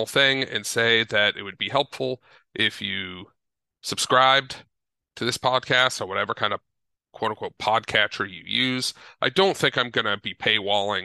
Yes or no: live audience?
no